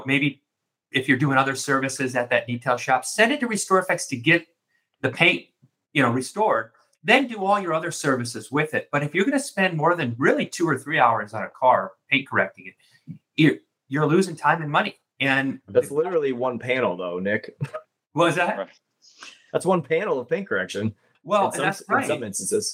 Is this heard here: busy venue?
no